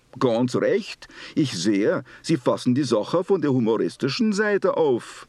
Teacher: Pitch pattern Viennese. Note the rising and falling tones.